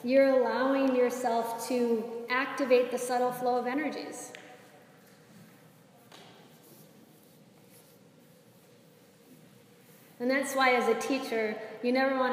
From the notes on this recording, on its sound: This is a live excerpt of a recording from a Yoga Enrichment Workshop for a group of wellness professionals